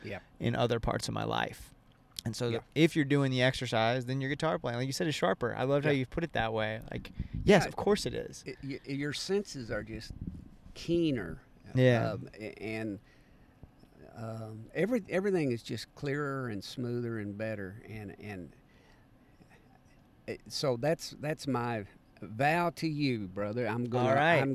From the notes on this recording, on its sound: This time they caught up at Suwannee Roots Revival in Live Oak, FL.